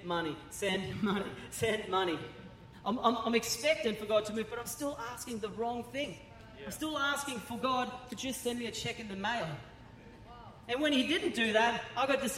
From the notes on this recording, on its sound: Recorded during our 9am service on Sunday, the 21st of January 2024